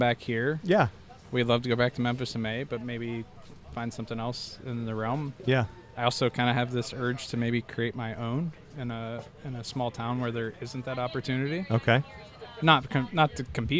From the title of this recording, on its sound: Live From The Primo BBQ Bash